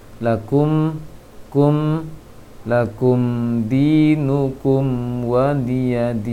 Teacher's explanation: ditutup sempurna untuk bibir ketika mim dan berikan hak porsi untuk mim. · Term: mim sukun